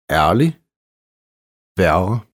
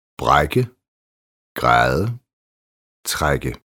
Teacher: Kort r-påvirket æ udtales mere åbent, næsten som det svenske æ i värme.